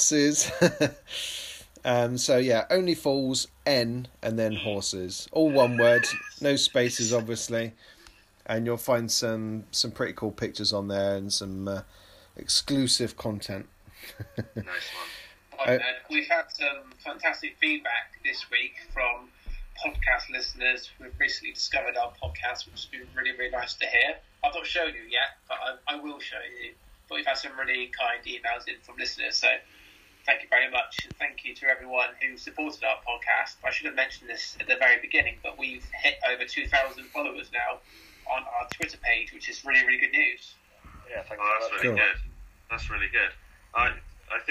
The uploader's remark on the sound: (LOCKDOWN LIVE SPECIAL). Due to lockdown, this episode was recorded using Microsoft Teams so the audio quality isn't as high as in previous episodes.